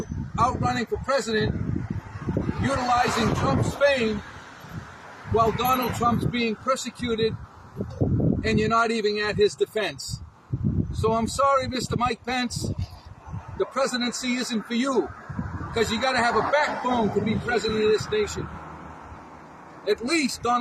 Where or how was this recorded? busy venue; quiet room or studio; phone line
busy venue